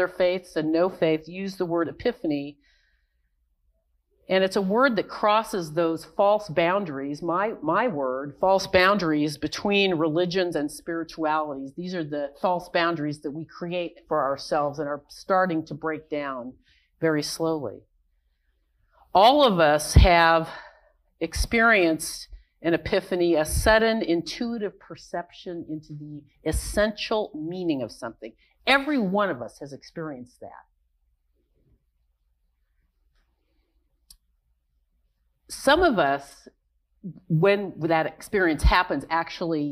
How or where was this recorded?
large echoing room